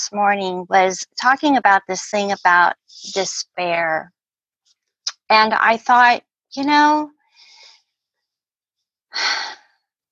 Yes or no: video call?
yes